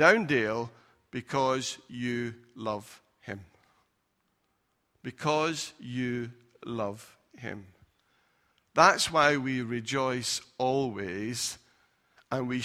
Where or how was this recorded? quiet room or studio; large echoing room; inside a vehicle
large echoing room